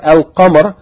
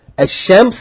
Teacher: The word Al-Qamar, you pronounce the Lam in it. Whereas the word Al-Shams, you don't pronounce the Lam in it. So words that are shamsiya, we mean words that are like the word shams, meaning that the first letter of that word, if you add alif lam to it, the lam is not pronounced.